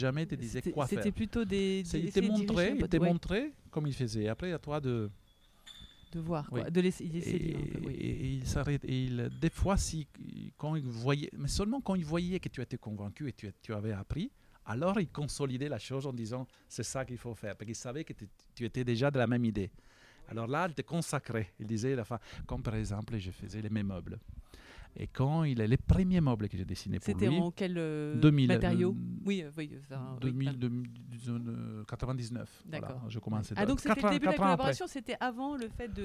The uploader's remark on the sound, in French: Cet été lorsque le Festival de Lacoste battait son plein, non loin de là, en terrasse du café de la Gare de Bonnieux.